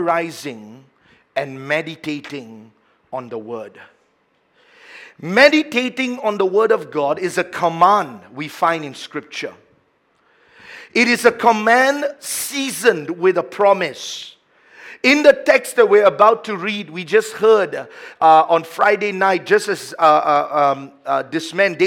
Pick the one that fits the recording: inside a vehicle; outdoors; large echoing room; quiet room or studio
large echoing room